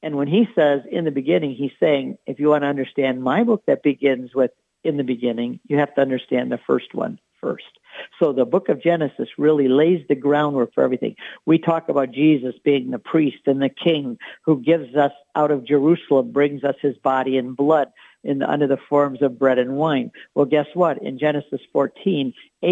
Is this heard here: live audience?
no